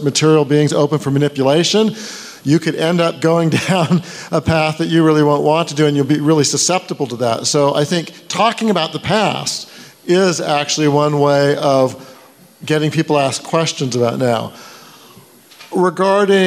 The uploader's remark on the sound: A panel discussion from FreedomFest 2018.